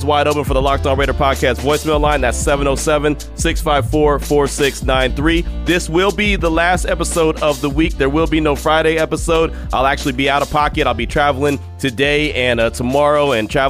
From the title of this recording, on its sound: More Sounds from Radio Row in Miami